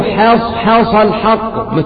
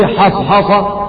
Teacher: وكذلك أيضا الآن حصحص الحق، البعض يقرأ حصحص يبقى فخم الحاء، ولكن الحاء تكون مرققة حتى تتميز من الصاد المفخمة · Shown in: first take